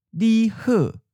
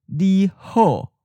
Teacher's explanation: the O sound, spelled with the letter O, sounds more like a mid unrounded vowel or schwa. · Shown in: first take · For example, di he, as opposed to di ho.